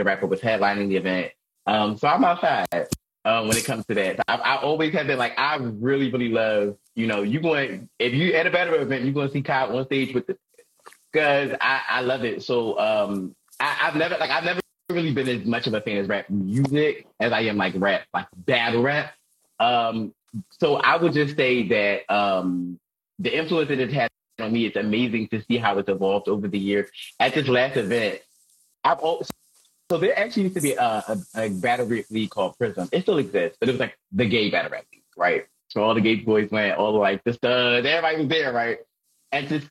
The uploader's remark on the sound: Instagram Live audio